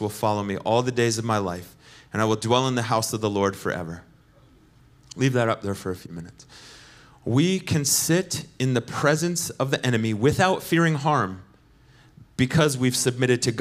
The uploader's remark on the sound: Recorded sunday evening service at Reunion Hawaii 08-27-2023.